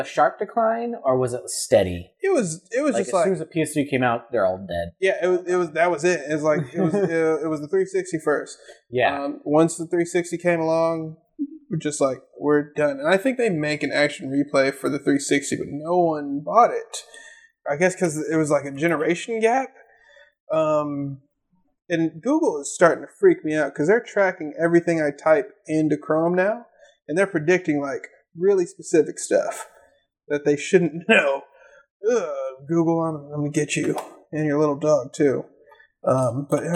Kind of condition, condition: fault, poor sound quality